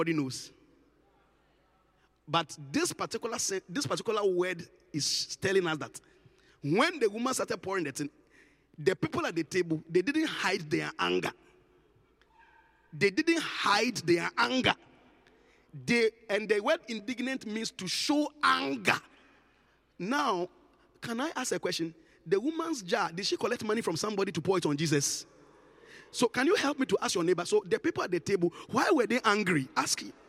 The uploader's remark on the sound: Encounter Service. Preached at the Qodesh.